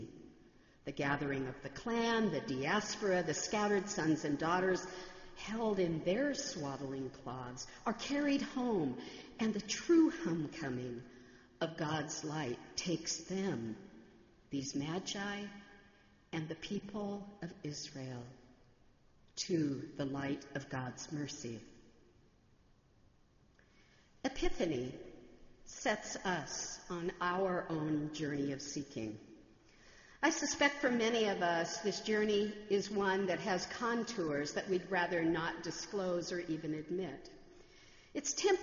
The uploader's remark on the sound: sermon on Christmas Eve, December 25, 2015, in the Memorial Church.